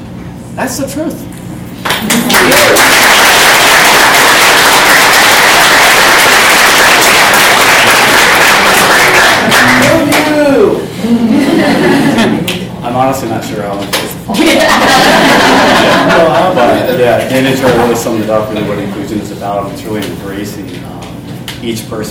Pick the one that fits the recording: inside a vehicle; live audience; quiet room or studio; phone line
live audience